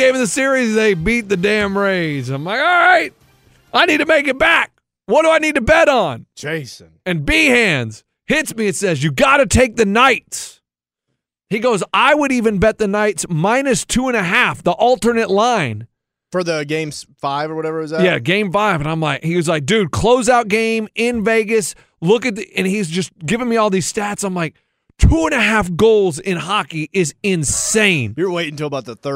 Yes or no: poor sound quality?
no